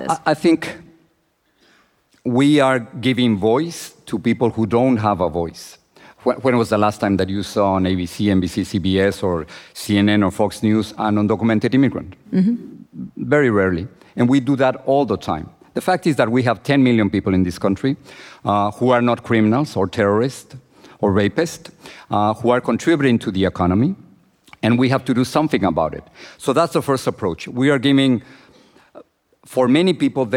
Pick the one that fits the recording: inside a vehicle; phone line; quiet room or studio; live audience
live audience